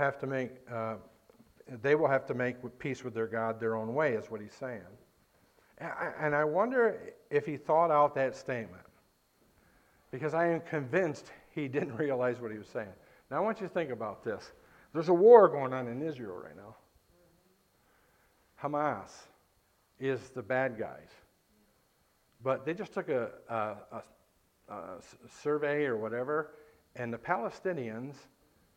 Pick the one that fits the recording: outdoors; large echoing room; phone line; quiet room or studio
large echoing room